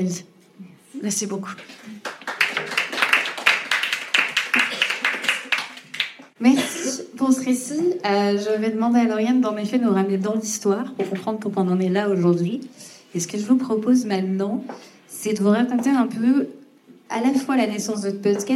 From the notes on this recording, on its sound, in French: Il s'agit du lancement du podcast en public. Je m'excuse cependant pour la prise de son, celle-ci étant publique, l'enregistrement n'est pas optimal mais nous avons essayé de faire au mieux.